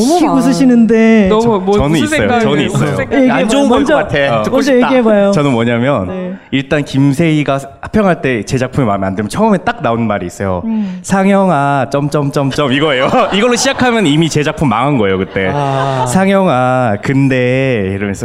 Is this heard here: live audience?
yes